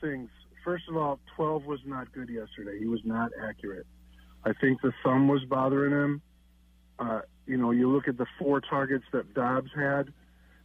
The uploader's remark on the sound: taking some passionate phone calls